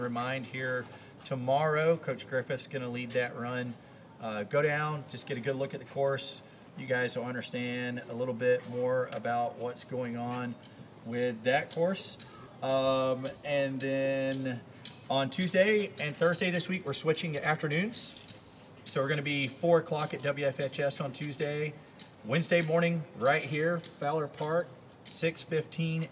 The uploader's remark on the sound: Live at Fowler Park. This episode is LIVE and will have background noise.